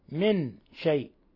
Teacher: من شيء نون ساكنة جاء بعدها الشين إخفاء حقيقي، إخفاء حقيقي، ثم شيء مد متصل. وهذا أيضا المد المتصل